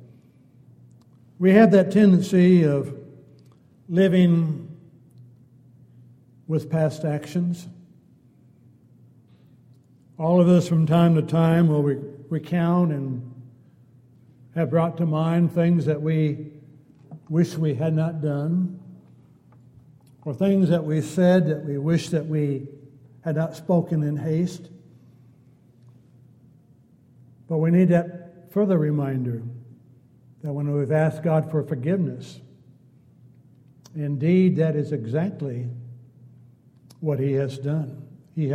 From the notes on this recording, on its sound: Downtown Church Of Christ Audio Sermon